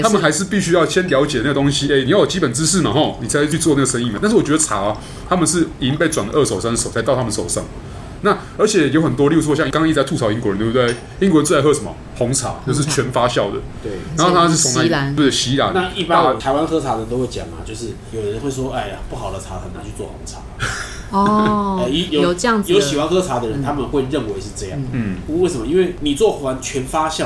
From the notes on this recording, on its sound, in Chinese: 本集白噪音指數：蚊風級 1/5。一步一步來 土耳其咖啡廳。錄音地點： 一步一步來 - Kopi Ibrik。